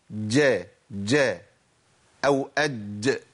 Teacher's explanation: في ناس بتنطق الجيم مشوبة بدال